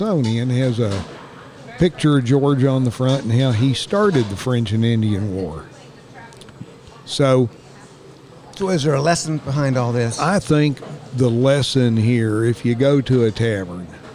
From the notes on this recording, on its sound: We recorded this episode at a new-to-us place, the Wakey Monkey in downtown Saluda. It’s a quaint coffee and food café that is a hustling and bustling beehive of activity.